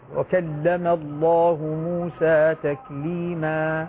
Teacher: لاحظ الألف لا تقف عليها بهمزة · Term: ألف مطلقة